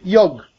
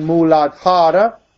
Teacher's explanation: many people from India, instead of saying yoga, they say yog, because in Hindi you cut the final A. · Shown in: first take